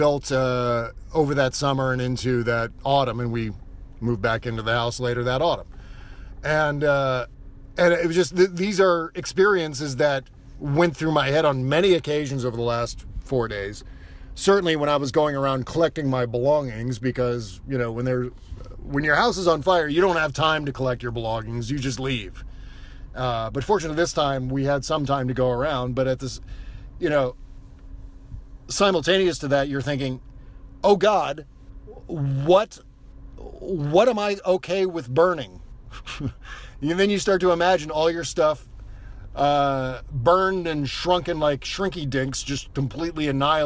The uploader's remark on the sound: Podcasting from the evacuation zone near the catastrophic Santa Rosa, CA firestorm. I recorded the show in my car, parked at the intersection of Piner Rd and Coffey Ln, a few blocks from the devastation shown in the attached photo. The audio and show format are different due to recording on an iPhone without all of our usual fun noises, etc.